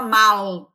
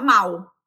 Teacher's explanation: o mal com L, ele pronuncia igual o mal com U · Shown in: second take · Ele não fala mal, ele fala mal, não é?